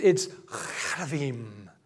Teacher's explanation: It's from the back of the throat, not a hard K. So in English, we would put an H there. · Term: guttural K